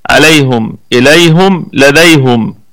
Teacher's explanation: الإمام حمزة عنده في هذه ضم الهاء، عليهم إليهم لديهم، لكن لبقية القراء بكسر الهاء عليهم.